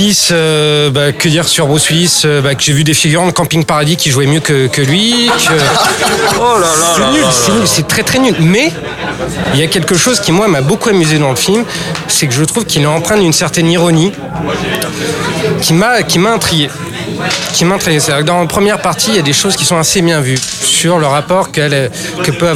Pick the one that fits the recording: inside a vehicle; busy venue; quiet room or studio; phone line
busy venue